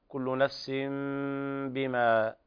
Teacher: إقلاب لوقوع الباء بعد التنوين